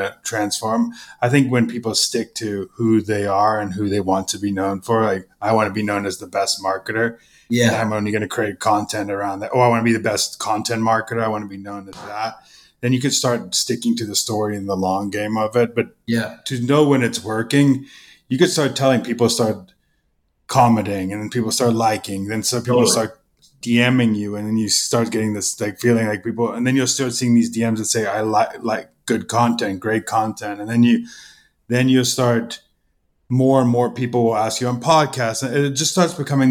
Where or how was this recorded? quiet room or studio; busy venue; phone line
quiet room or studio